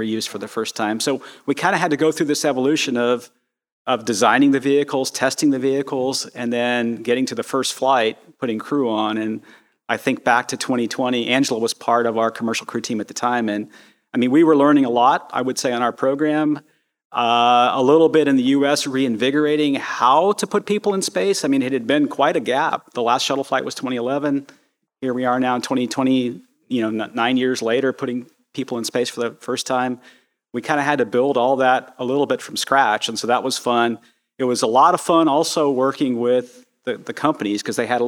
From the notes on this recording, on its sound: A Live Recording. We recorded this podcast in front of a live audience at Space Center Houston. Before opening the conversation up to an audience Q&A.